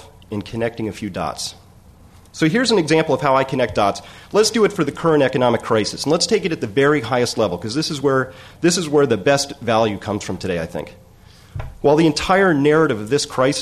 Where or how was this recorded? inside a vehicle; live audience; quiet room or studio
live audience